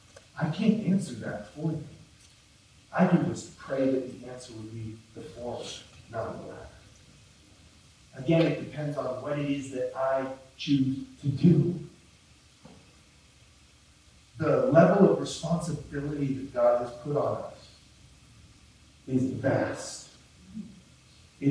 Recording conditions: poor sound quality